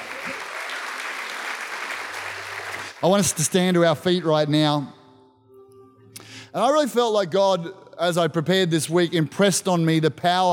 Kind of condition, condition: setting, live audience